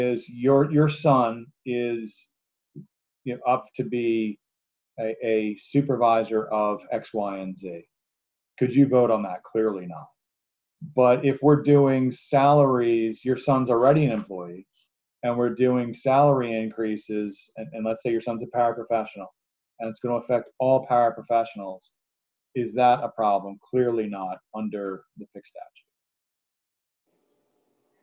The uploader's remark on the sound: An audio recording of the Indian River Board of Education special meeting